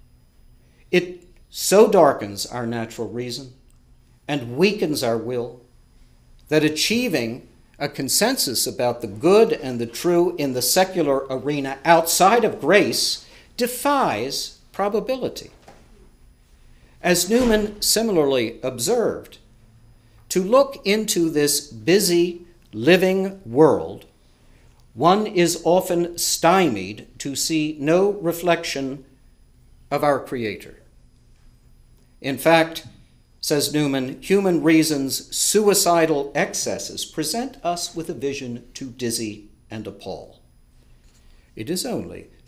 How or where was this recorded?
large echoing room